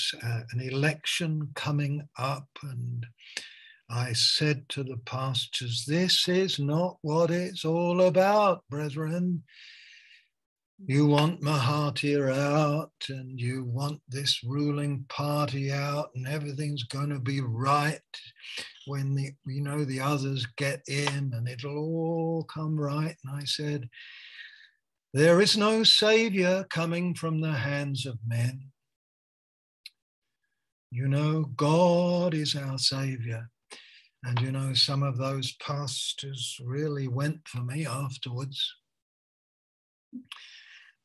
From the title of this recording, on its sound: Malaysia Meets (Zoom)